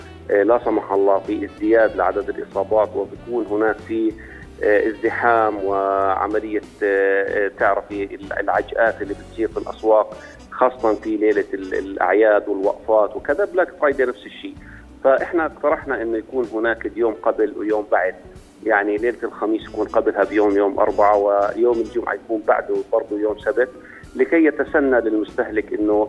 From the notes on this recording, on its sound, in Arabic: اتصال هاتفي